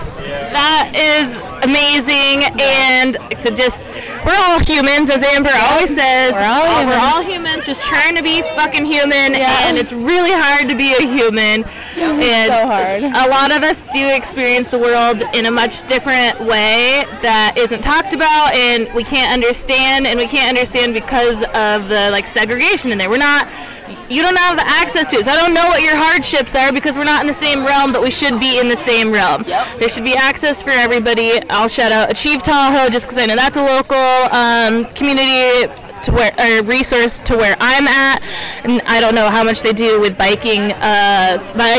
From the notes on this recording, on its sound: A women’s only enduro race. We sat down and did a live recording from the event. We got to talk to several people who were either vendors or racers at the Sturdy Dirty. The sound quality isn’t the best as we were outside and flying by the seat of our pants (as usual).